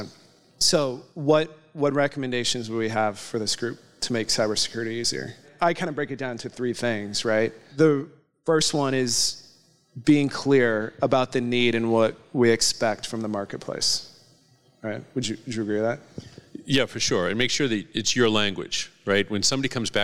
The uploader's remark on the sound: Took to the stage at the Northeast Collegiate Cyber Defense Competition (NECCDC), hosted at Champlain College, where they presented an episode of PWNED in front of a live audience.